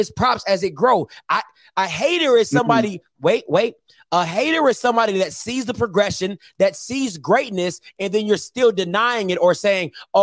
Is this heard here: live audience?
no